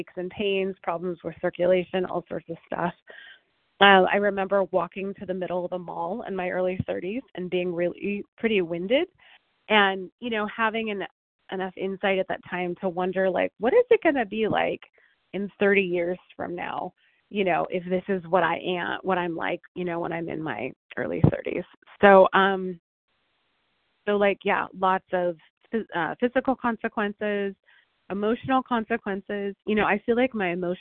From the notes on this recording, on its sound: 100 Pounders Phone Meeting